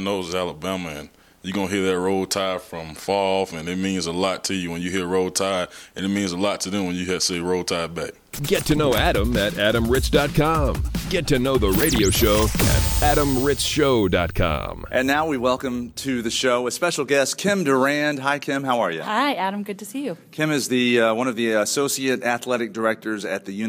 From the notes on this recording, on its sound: Live at the Triangle National Convention. We begin Live at the Triangle Fraternity Leadership School.